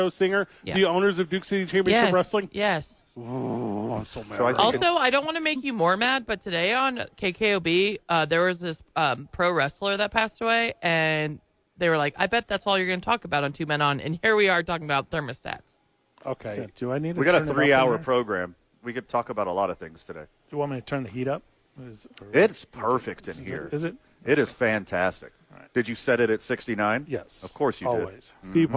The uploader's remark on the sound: live at The Dukes Store